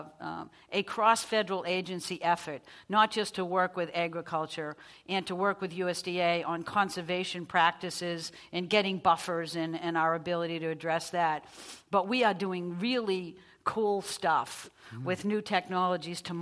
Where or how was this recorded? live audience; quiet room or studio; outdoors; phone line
live audience